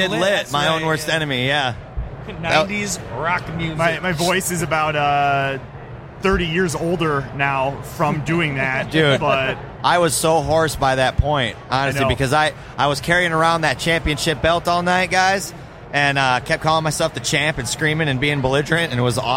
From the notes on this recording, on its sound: Live From Motor City Comic Con